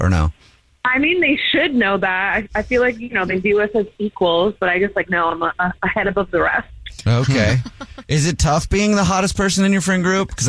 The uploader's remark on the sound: There is a woman on the phone